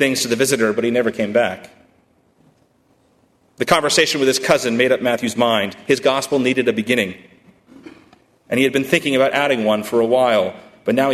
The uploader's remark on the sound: at First Congregational Church of Houston on December 9, 2018